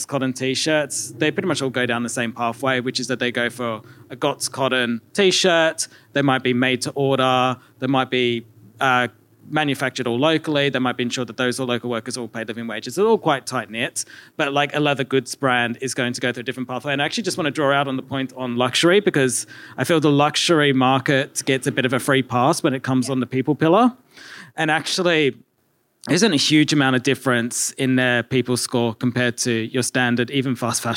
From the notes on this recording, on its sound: This week we are coming to you live from Sustainable Fashion Week in Bristol.